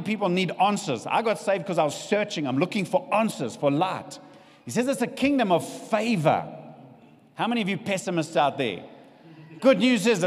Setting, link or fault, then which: setting, live audience